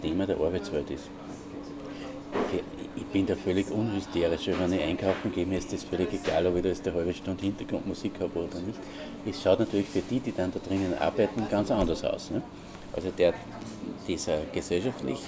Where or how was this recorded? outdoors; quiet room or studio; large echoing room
outdoors